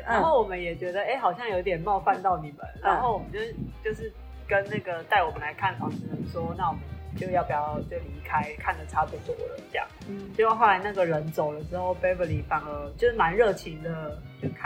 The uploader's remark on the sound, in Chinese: 我第一次嘗試在戶外收音，還只有用“唉鳳”錄音！所以音質可能沒有像普通在錄音室的那麼完美。雖然說天公伯那天很給面子，賞了個大太陽好天氣，但是風那天真的「很」大！而且，修剪樹的阿伯，清潔打掃的阿姨們，以及一台接著一台的遊覽車順便在咖啡廳上廁所的遊客們也通通一起被錄製在這個下午場的快樂時光裡面了！